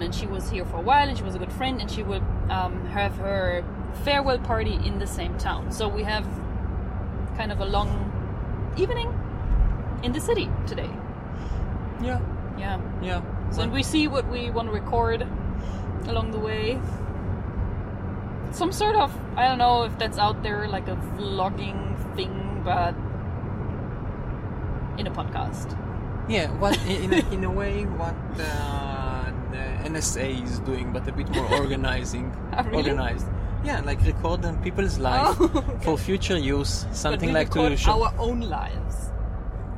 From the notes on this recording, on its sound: A test drive! Recording while riding the car!